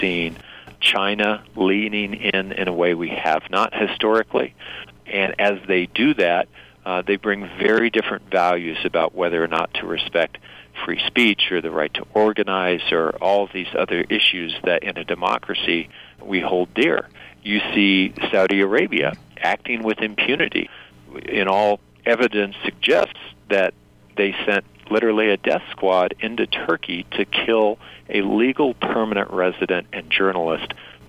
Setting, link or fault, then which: link, phone line